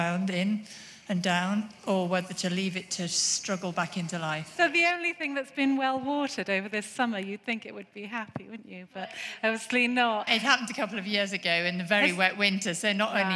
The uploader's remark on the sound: This week we're at the RHS Flower Show Tatton Park in Cheshire, revelling in this floral extravaganza in the glorious Cheshire countryside.